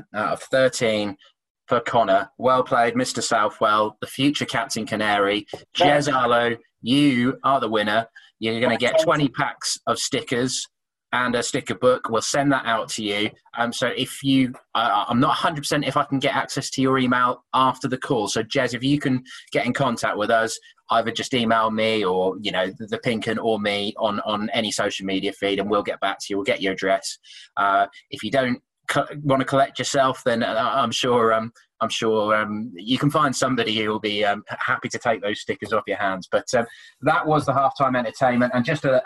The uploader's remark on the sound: host the Pink Un Live online event